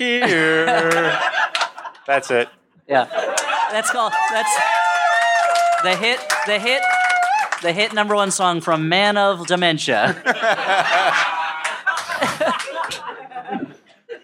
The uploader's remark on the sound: Live from Cake Shop as part of NYC Podfest.